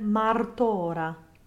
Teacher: We get both a rolled and a flipped R in martora.